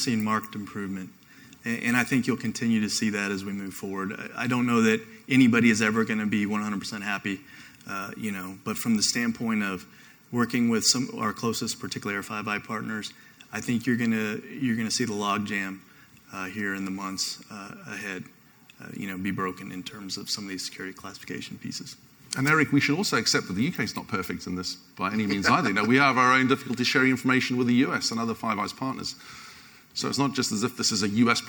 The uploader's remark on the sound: I have a recording of a panel I hosted last week at the Space Force IT Day hosted by AFCEA NOVA.